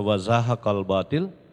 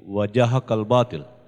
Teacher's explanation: Ada juga yang saya dapatkan, misalnya wazaha kal batil, dia ganti wajaha kal batil, nah, karena pengaruh mungkin bahasa daerah, jadi zal diganti dengan ja · Shown in: second take